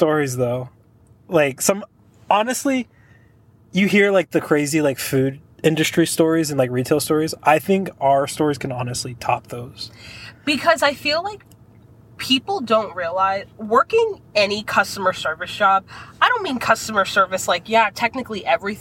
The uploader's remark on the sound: Our first lifestyle carcast of 2023